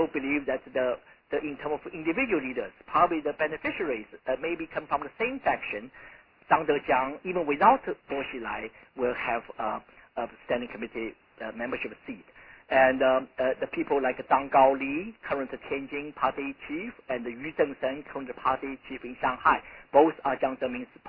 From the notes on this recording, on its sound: in a conference call